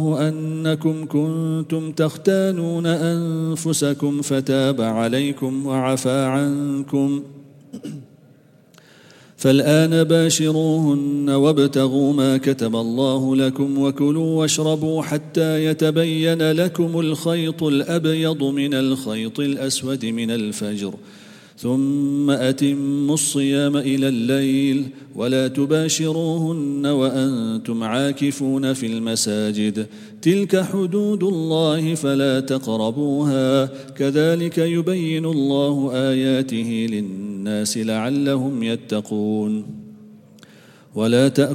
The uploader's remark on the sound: Quraan Recitation Morning 2. At the Houghton Masjid (West Street).